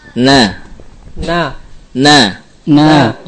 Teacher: Yaitu dari ujung lidah dengan gusi. · Term: nun